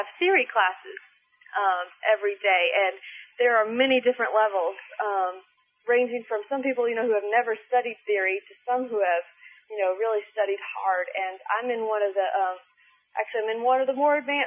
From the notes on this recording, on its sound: She called in to report on what has happened thus far.